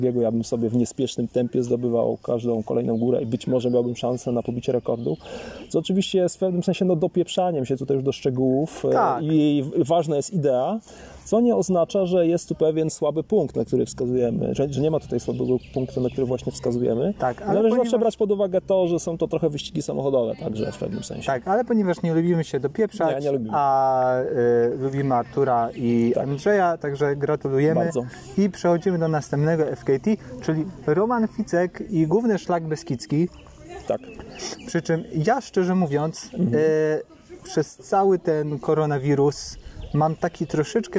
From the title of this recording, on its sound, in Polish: Live z Dziewiczej Góry